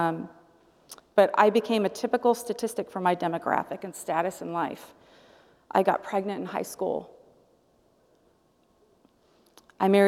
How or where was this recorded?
large echoing room